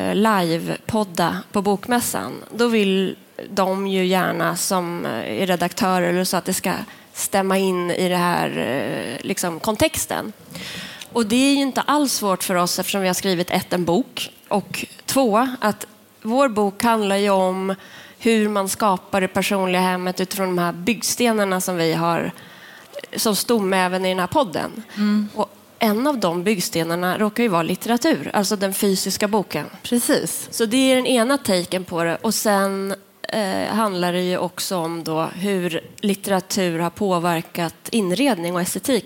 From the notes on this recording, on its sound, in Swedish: En bok blir till – live från bokmässan.